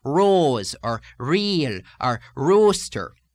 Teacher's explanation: the R in Irish speech has a bit more retroflexion than in America when it appears in the initial position, like in the words rose, or real, or roaster.